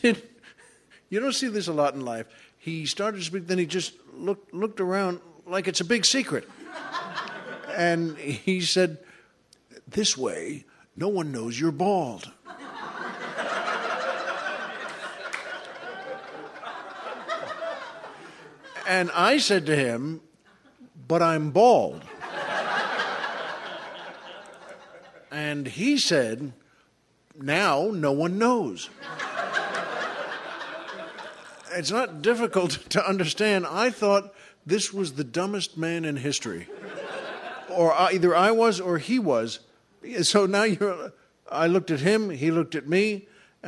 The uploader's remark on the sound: recorded at the third annual LA Podcast Festival